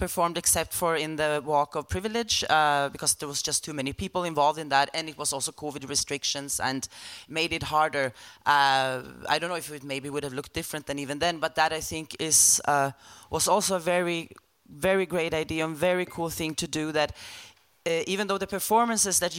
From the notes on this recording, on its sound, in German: Das Gespräch wurde im Zuge der Diagonale 2023 – dem Festival des österreichischen Films in Graz gehalten und aufgezeichnet.